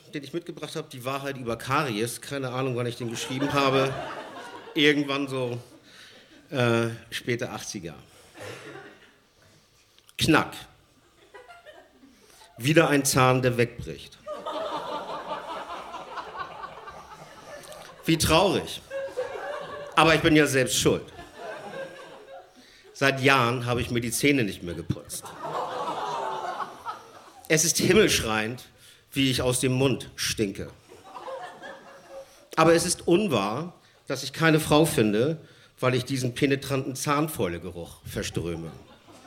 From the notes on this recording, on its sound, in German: Ausschnitte aus der Veranstaltung vom 12.10.2018 im Yoko, Hamburg. Auswahl der Beiträge von der „texte von gestern“-Liveshow am 12.10.2018 im Yoko, Hamburg. Unser tolles Publikum.